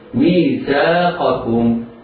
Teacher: وإذ أخذنا ميثاقكم، ميثاقكم على القارئ أن يظهر القاف، أن يميز القاف من الكاف، لا ينطق بكافين ولا ينطق بقافين، وإنما ينطق قافا من أقصى اللسان وما يحاذيه من الحنك الأعلى ناحية الحلق